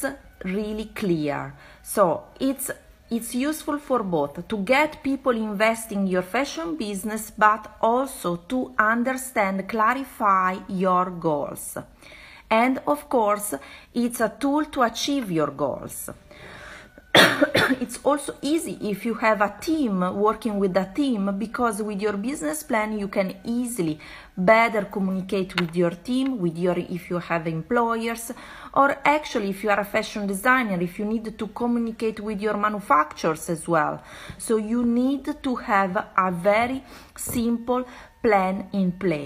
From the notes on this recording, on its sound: This Episode is recorded from an Instagram Live.